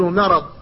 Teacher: فالميم من المرض تجاورها الضاد أيضا المستعلية المطلقة وبينهما الراء، فلذلك لا بد من الحفاظ عليها حتى لا تستعلي أيضا، لا بد من الحفاظ على استفالها فتقول مرض. الميم الحفاظ على الميم لي لا تستعلي، فالميم ليس بها إلا الترقيق في لغات العربي جميعا، لكن إذا جاورها مستعلي كثيرا ما يغلط اللسان فيفخمها، وهذا التفخيم نبهك على تركه.